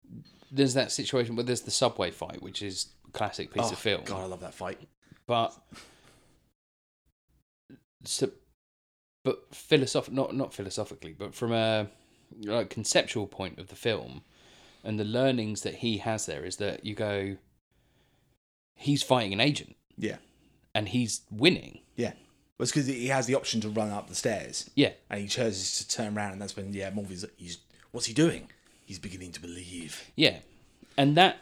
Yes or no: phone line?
no